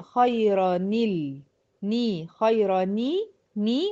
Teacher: هكسر الساكن الاول ان هو النون الساكنة